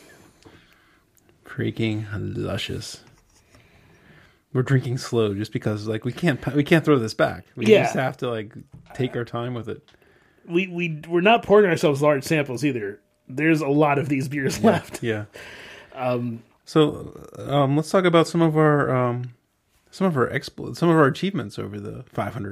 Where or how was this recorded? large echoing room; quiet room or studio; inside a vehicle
quiet room or studio